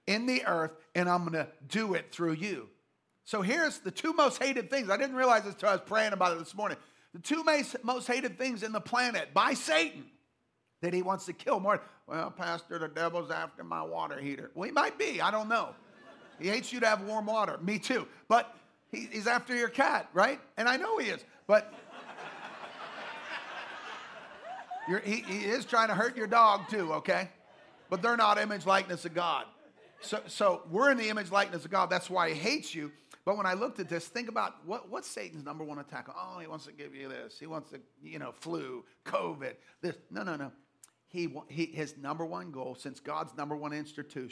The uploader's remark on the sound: Live from GLC. LIVE podcast.